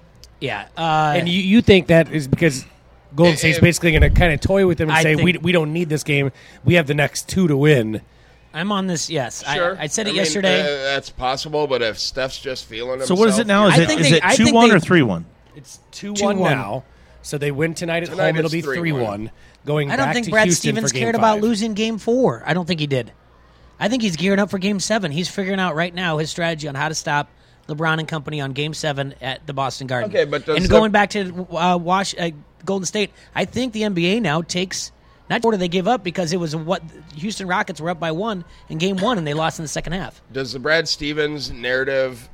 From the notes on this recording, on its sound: LIVE from Modern Woodman Park!!! It's a day game and the Bandits host the Timber Rattlers.